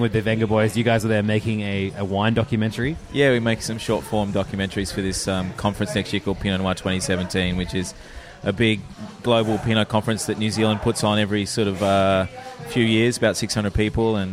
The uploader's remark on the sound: While in Adelaide. At the blazing hot African restaurant Africola and recorded an episode.